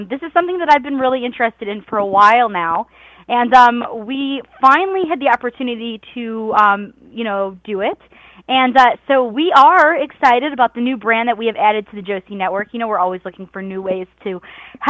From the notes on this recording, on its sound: Surprise guest call ins!